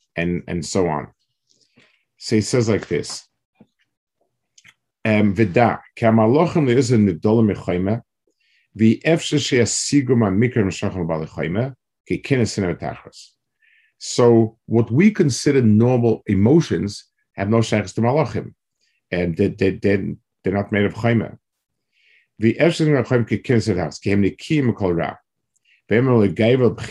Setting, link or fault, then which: link, video call